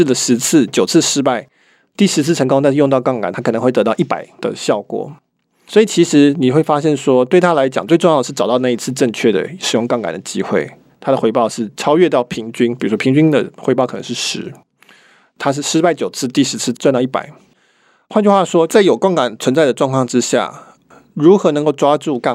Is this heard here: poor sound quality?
no